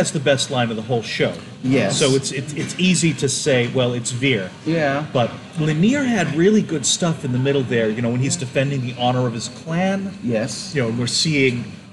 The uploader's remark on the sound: Some kind of investment/retirement/MLM fleecing seminar in the hotel. There’s some echo and noise from people walking by. I’ve done what I can with it but obviously it’s not as clean as a regular recording.